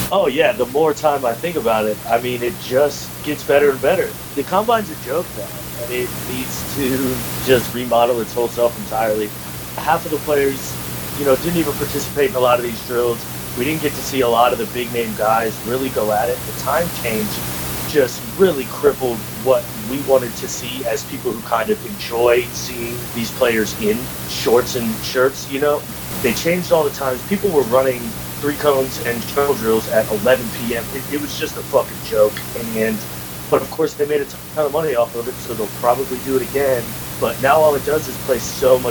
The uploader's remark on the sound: Attacked by sound problems this episode